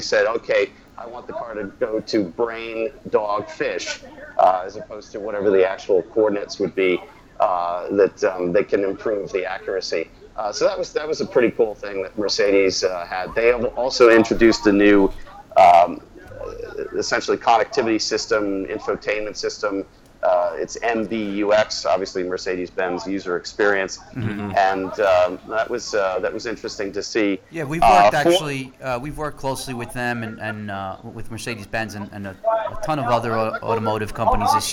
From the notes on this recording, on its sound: Lets go straight to the floor at CES. Live at Eureka Park.